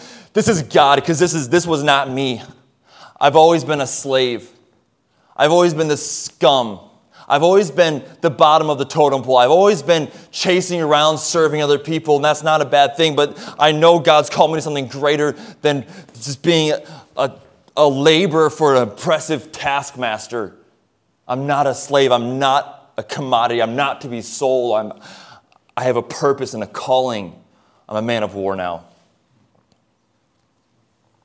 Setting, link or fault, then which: setting, large echoing room